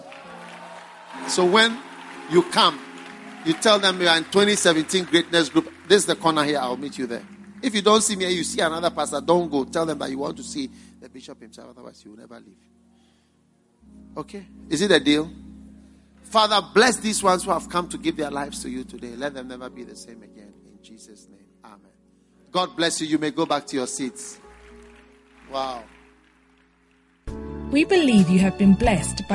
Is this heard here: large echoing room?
yes